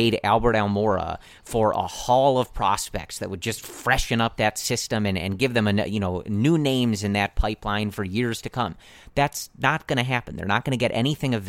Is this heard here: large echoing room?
no